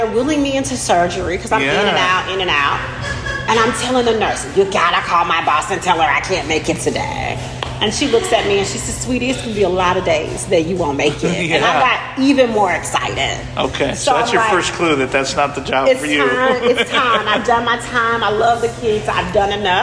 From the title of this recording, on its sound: WordCamp Birmingham Hallway Chats